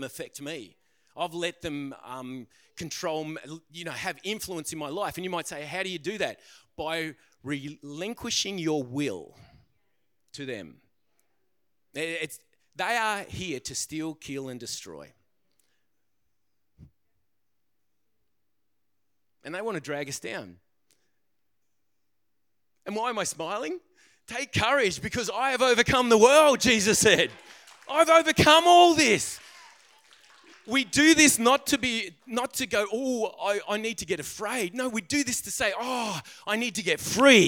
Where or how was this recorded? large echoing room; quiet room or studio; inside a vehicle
large echoing room